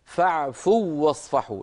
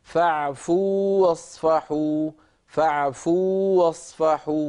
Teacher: وحرف المد لا يدغم في الذي بعده. العرب لا تدغم الواو المدية · Shown in: second take